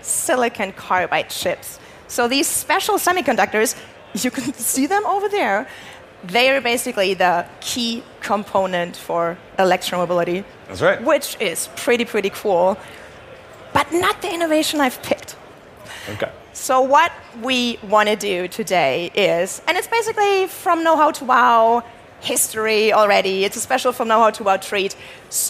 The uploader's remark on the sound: LIVE FROM CES 2024